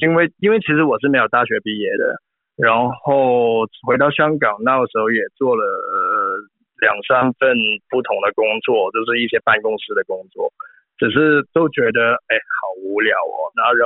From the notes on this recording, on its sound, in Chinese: 電話訪問香港知名電影美術指導